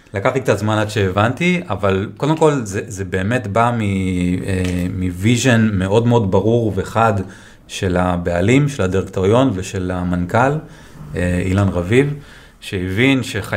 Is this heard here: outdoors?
no